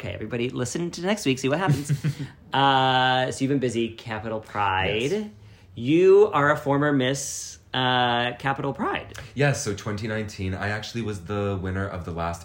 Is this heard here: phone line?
no